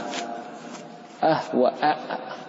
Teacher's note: أقصى الحلق همز هاء